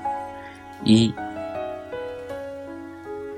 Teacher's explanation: 这个音呢和汉语的“呜”不太一样，嘴唇呢没有那么向前突出，相对呢可能更平一些，扁一些